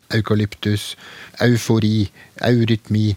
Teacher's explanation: uttaler jeg det som en diftong, au